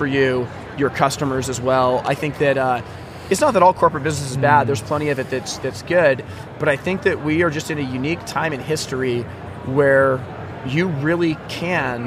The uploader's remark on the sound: Live from 2024 HPBExpo. Live from the 2024 HPBExpo in Nashville, TN.